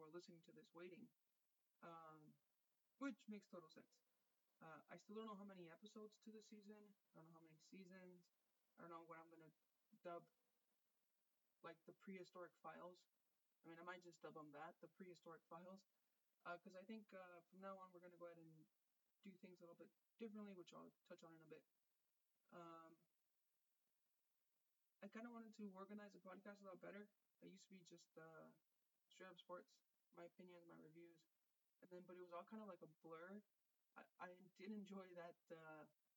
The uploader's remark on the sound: A very low volume. With live commentary following the Chivas game going on at the moment of recording.